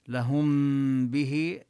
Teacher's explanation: تبقى الغنة ولا يوجد فرجة بين الشفتين، إنما نلفظ الميم من مخرجها مع الغنة، ومخرج الميم هو مخرج الباء يعني من الشفتين، لذلك نبقي إطباق الشفتين.